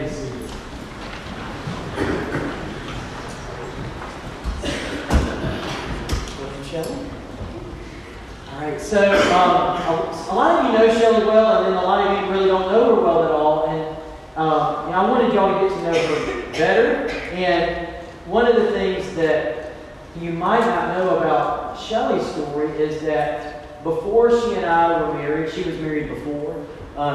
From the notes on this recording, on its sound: recorded Sunday, February 23rd 2020 at our 11:00am worship service